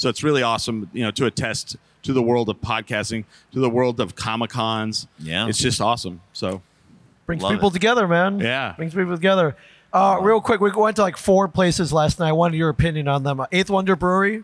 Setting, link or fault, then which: setting, busy venue